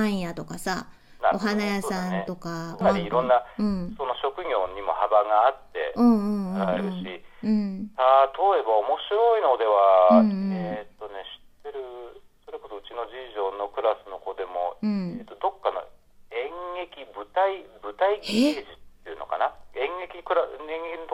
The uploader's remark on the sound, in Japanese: 電話インタビューをしました。